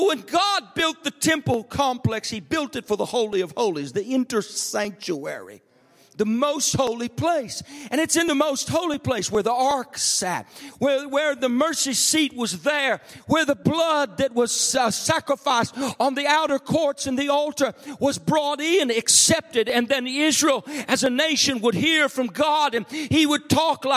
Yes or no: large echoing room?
yes